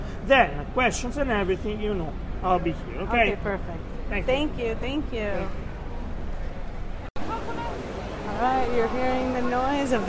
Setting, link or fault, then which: setting, inside a vehicle